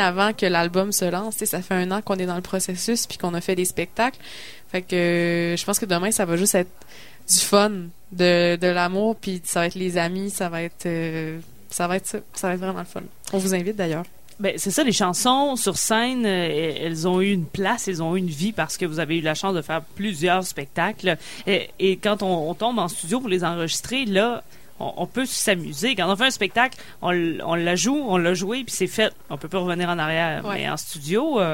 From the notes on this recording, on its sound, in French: Présentée sur les ondes de CKRL 89,1, en direct du bar Le Sacrilège.